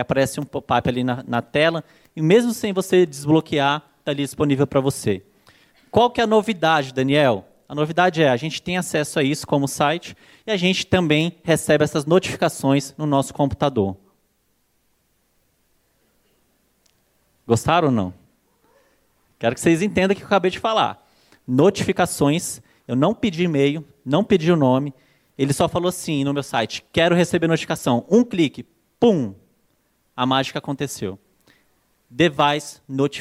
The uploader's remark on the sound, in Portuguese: palestra exclusiva, ministrada no Acelerador Digital ao vivo 2015